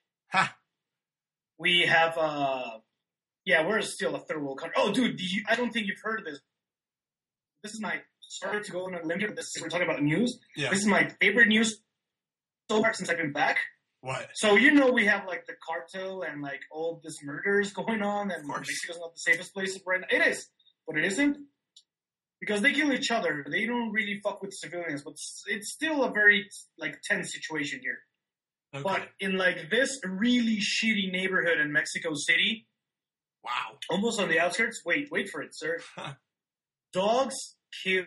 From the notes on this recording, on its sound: This episode was recorded using Skype and Garageband.